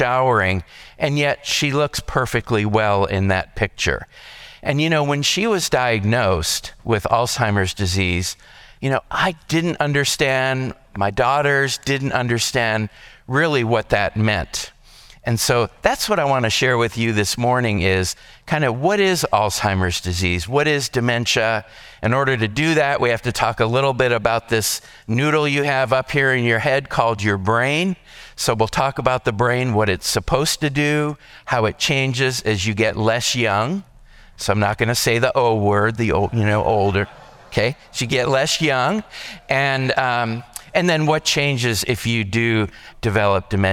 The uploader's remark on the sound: This podcast is a session recorded from our Alzheimer's and Dementia seminar held here at McGregor Baptist Church.